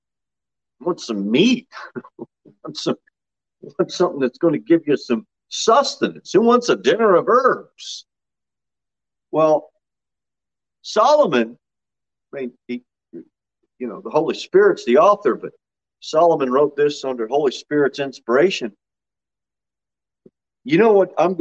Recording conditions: large echoing room